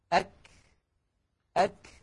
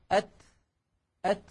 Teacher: الشدة والهمس في الكاف والتاء في زمنين متتاليين خلف بعضهما مباشرة وليس في زمن واحد، لأنه يستحيل على الإنسان أن يأتي بانحباس الصوت وجريان النفس في الزمن نفسه، وإنما هما خلف بعضهما هكذا أك أك.